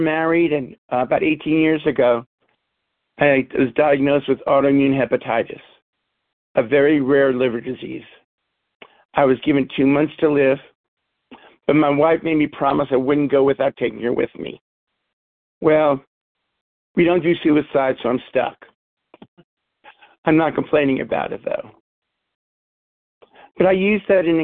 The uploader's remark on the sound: 100 Pounders Phone Meeting.